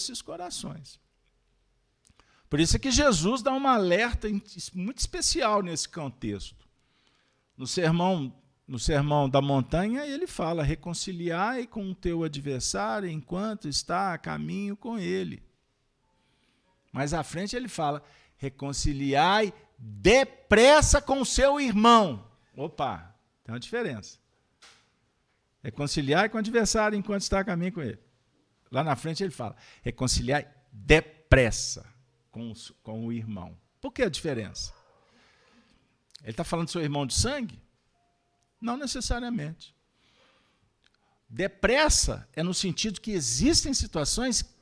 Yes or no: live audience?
yes